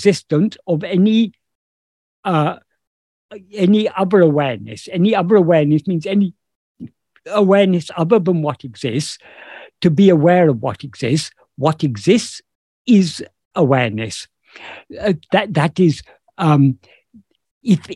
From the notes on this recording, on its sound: In a Zoom meeting with Ramana Kendra, Delhi, on 11th September 2022